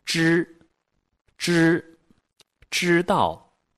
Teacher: 它是翘舌音，所以舌头要翘起来，舌尖往上走顶住我们的硬腭